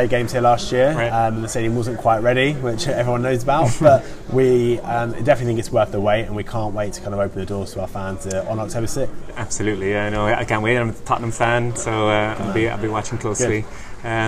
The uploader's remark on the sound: at the SportsPro Media Fan conference at the new Tottenham Hotspur stadium on London in September 2019